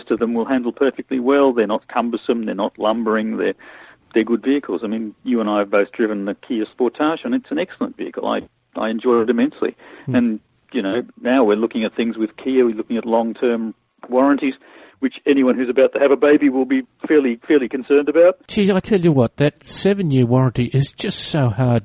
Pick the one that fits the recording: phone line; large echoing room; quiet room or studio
phone line